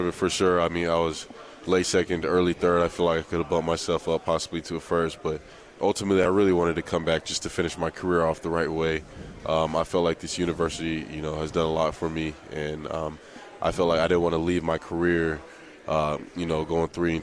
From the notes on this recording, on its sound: LIVE from Pac-12 Media Day in Los Angeles, CA.